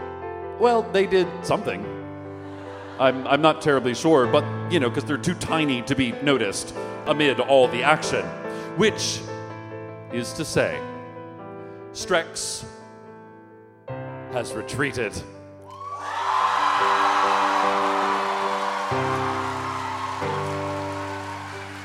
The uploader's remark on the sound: This episode was recorded live at The Town Hall in NYC on June 4, 2014.